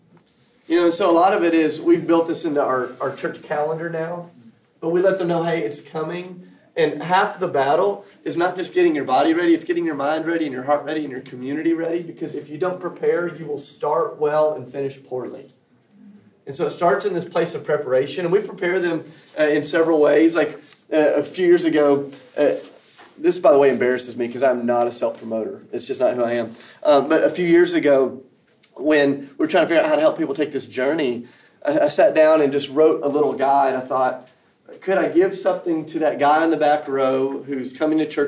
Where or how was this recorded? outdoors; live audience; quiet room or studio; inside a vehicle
live audience